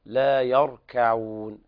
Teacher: الكاف مراعاة حتى لا تفخم وتتحول إلى قاف